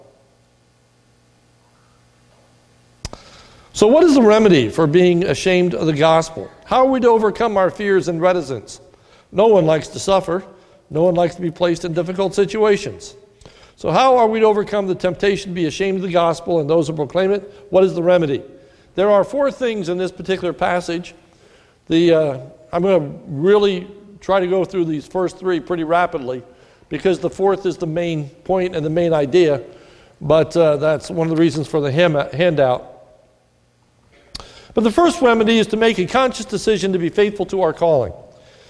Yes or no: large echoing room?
yes